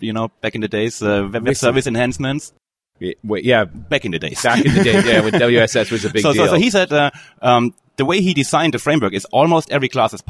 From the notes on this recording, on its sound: While at the Norwegian Developers Conference in Oslo